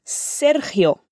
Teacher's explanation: La G va a sonar en tu garganta, el aire simplemente pasa por ella.